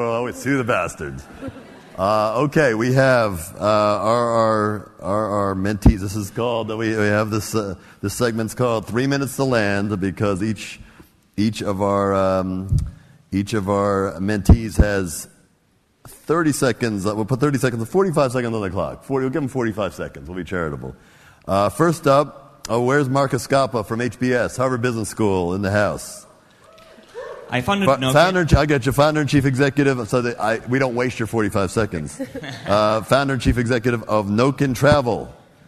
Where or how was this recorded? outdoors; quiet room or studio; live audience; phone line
live audience